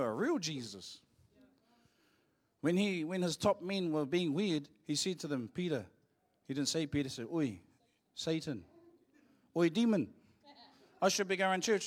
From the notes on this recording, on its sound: Live from IwiTapu Destiny Church Hawkes Bay